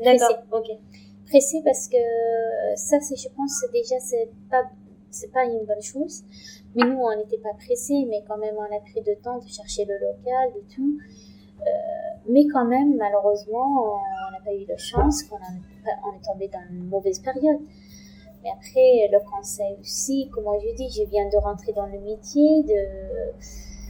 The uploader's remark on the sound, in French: Toutes mes excuses pour la qualité médiocre du son, malgré les corrections apportées sur les bruits de fond.